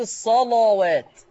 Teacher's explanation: لما تيجي لام مفتوحة قبلها صاد مفتوحة ورش يفخمها